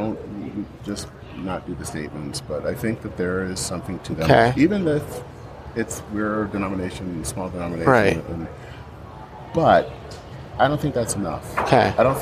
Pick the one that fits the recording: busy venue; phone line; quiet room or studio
busy venue